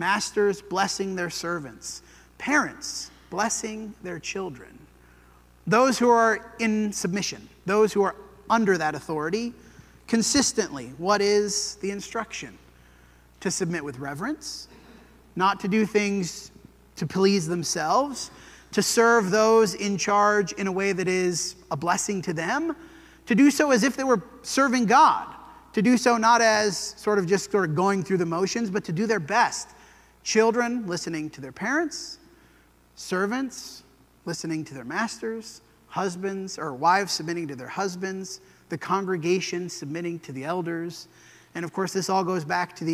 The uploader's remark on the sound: This sermon was preached at the Dewey Church of Christ on September 10, 2023.